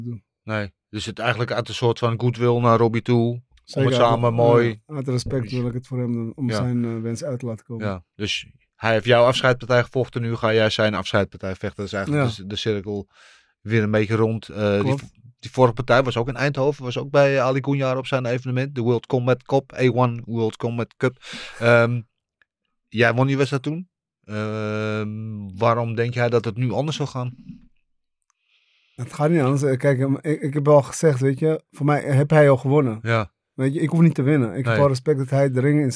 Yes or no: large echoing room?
no